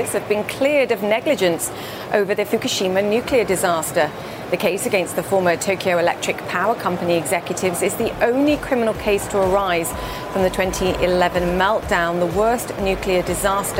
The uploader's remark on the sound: live from the New York Stock Exchange